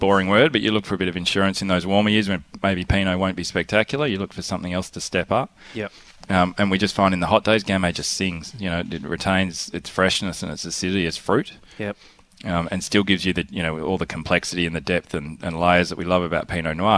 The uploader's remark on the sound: Healesville OB. Host a fun filled Outside Broadcast from the Graceburn Wine Room in Healesville.